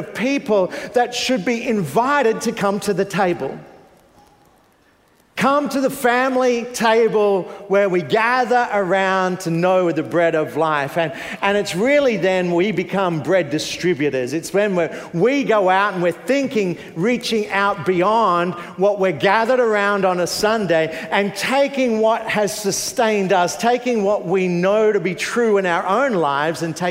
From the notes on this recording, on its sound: Preached 9am service